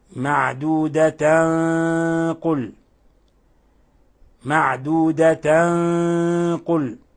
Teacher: تخفى التنوين اللي هي نون ساكنة في الأصل في القاف، وهنا تفخم الغنة لأن القاف من حروف خص ضغط القض، القاف من حروف التفخيم. · Term: إخفاء حقيقي